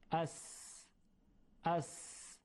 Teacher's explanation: هوا با فشار از شیاری که ما بین زبان و سقف دهان وجود داره عبور میکنه، از منطقه دندان ها هم میگذره با همون فشار و یک ساییدگی ایجاد میشه، یعنی هوا سایش پیدا میکنه. · Term: سفیر